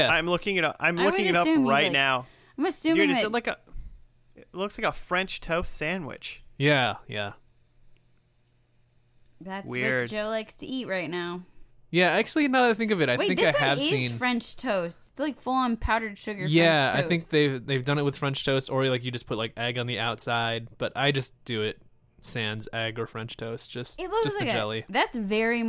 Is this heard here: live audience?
no